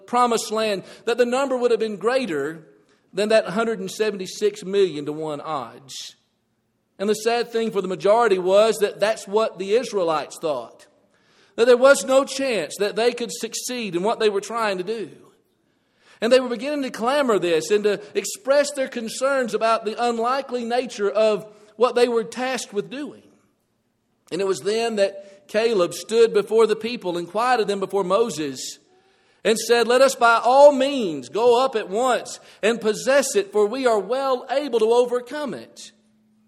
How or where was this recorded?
large echoing room